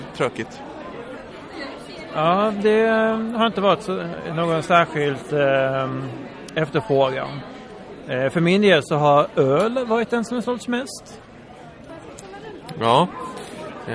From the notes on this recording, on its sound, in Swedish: Har bord på Stockholms Internationella Seriefestival. Direkt från försäljningsbordet, mitt i festivalvimlet.